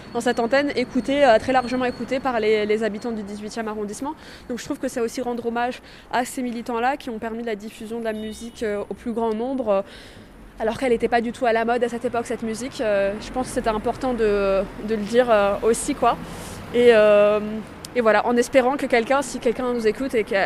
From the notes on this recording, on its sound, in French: En accomplissant ensemble deux marches sur les traces de ces histoires. Les deux enregistrements que ces marches ont produit. Ce qui crée leur cohérence néanmoins est la progression spatiale que nous accomplissons, ainsi que l’excavation de différentes strates de la géologie politique de Paris à chaque endroit où nous nous arrêtons.